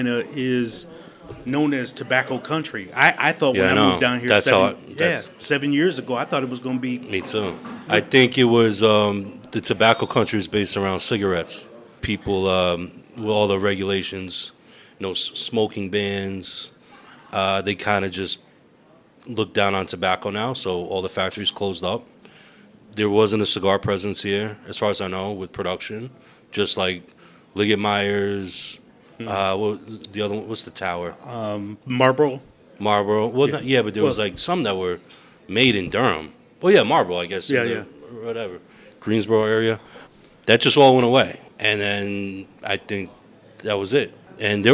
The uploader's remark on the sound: While sitting at a live Watts & Ward event. While sitting at a live Watts & Ward event.